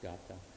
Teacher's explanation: A gatha is, so this word is spelled G-A-T-H-A, and this T-H sound that's transliterated from Sanskrit is actually a aspirated glottal stop. It's not actually a th sound, so it's just pronounced gatha.